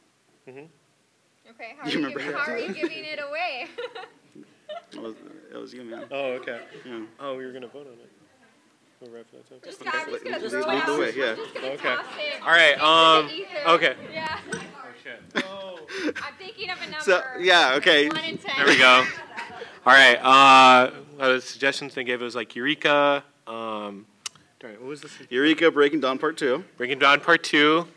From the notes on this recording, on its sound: Live panel at L.A. Comic Con 2022.